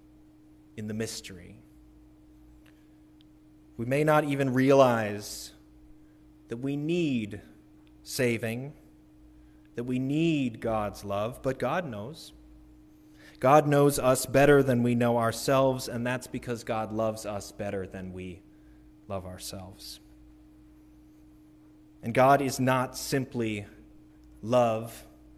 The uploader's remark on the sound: Recorded at the Christmas Eve Candlelight Service December 24, 2022. Music recorded during worship.